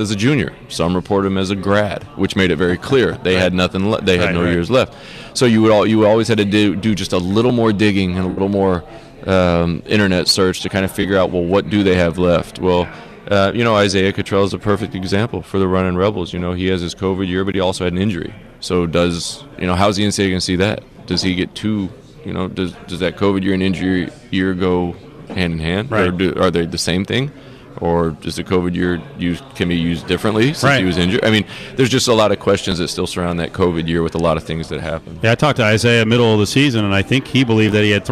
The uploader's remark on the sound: LIVE FROM THE FINAL 4